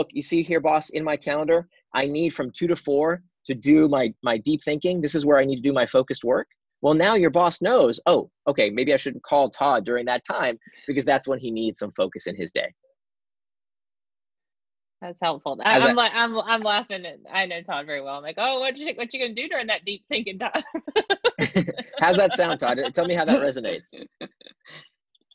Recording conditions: video call